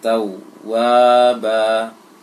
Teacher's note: Tahan tasdidnya dulu. Panjangkan harokat fathahnya.